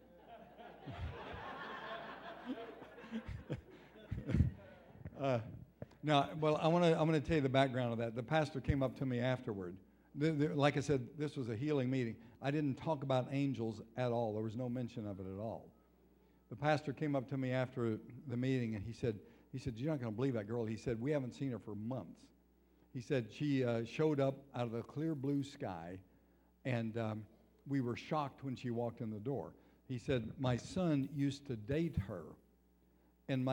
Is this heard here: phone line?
no